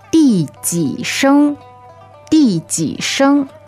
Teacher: So 第 is fourth tone, 几 is third tone, and 声 is first tone.